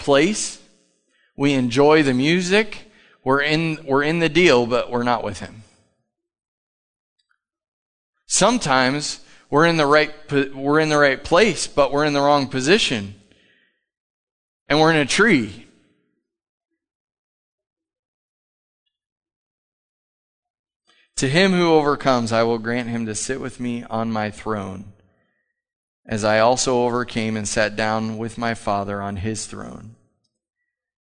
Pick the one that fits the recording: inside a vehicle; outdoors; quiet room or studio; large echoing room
large echoing room